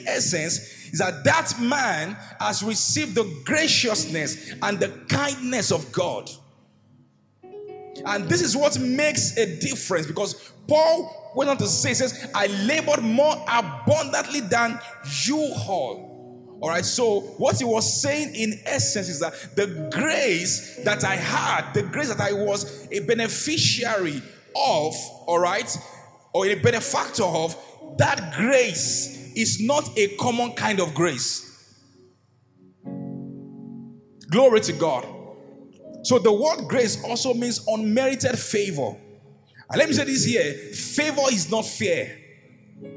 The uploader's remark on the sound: an inspiring sermon from Gracemade Christian Center's first-ever Grace Conference